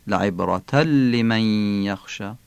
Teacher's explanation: تنوین عبراتن ادغام میشه در لام، یعنی تبدیل به لام میشه. لعبراتن لمن یخشا، تنوین نزد لام تبدیل میشه به لام همه جا.